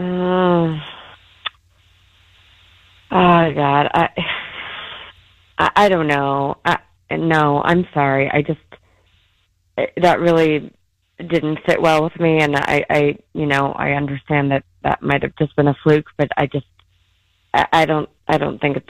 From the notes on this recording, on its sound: Called in because he wasn't getting a call back.